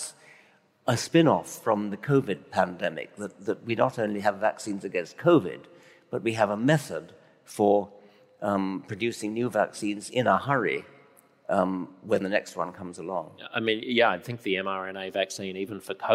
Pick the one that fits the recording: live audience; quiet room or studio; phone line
live audience